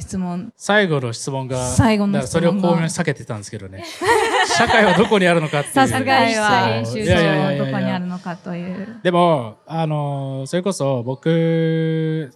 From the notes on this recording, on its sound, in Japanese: 今回は番外編として、渋谷PARCOで公開収録したエピソードを前後編にわたってお届けします。渋谷PARCOでは、館内のギャラリーやショップのあちこちでアートにまつわるクリエイションを展開する「SHIBUYA PARCO ART WEEK 2023」を9月15日〜9月24日まで開催。